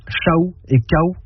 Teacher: il s'est transformé en une voyelle, un OU, qui a formé avec le A antécédent une diphtongue AOU. C'est-à-dire deux voyelles dans une même syllabe.